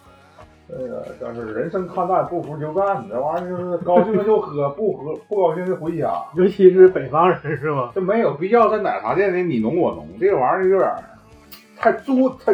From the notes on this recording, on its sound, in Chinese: 本期为2022春节前由手机临时录制，请谅解